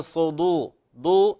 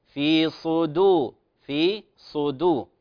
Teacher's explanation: كلمة صدور الصاد مفخمة، لكن انتبه إلى لا تفخم الدال · Shown in: second take · لا تقول في صدور ضو، لا، الدال مرققة، في صدو، في صدو.